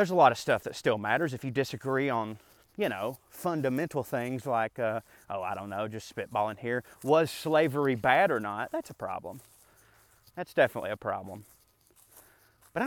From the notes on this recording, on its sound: a rant I went on while walking through the woods